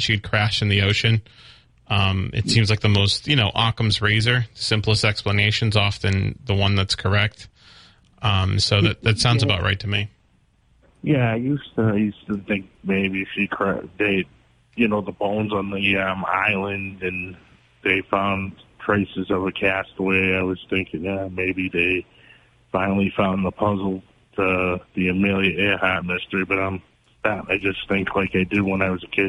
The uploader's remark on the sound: takes calls from the audience